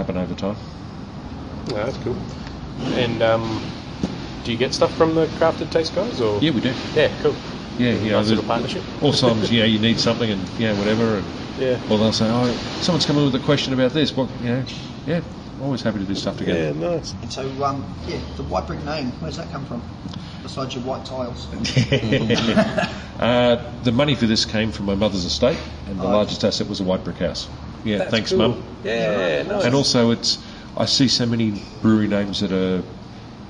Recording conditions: background noise